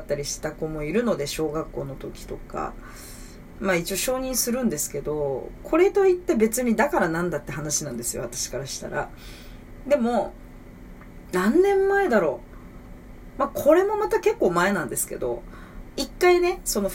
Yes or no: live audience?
no